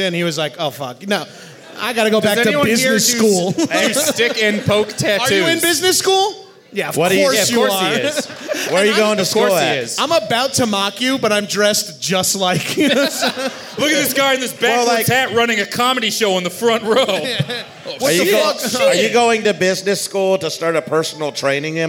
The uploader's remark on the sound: At Bonnaroo LIVE. To get drunk in front of the livest, sweatiest, and loudest comedy tent at Bonnaroo.